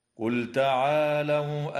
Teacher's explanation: لام الفعل في قوله تعالى قل تعالوا، حكمها الإظهار لوقوع التاء بعدها